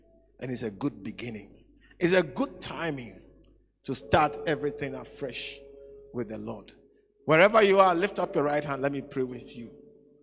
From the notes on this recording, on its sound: Today's message preached at the Living Waters Cathedral.